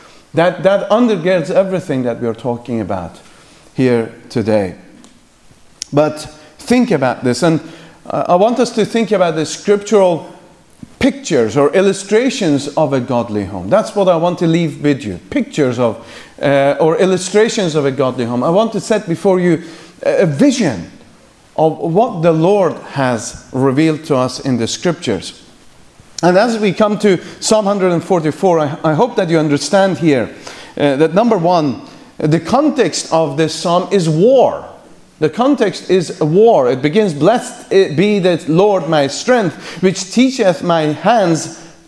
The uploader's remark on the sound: The morning session from the Free Southern Presbytery's 2nd Family Conference.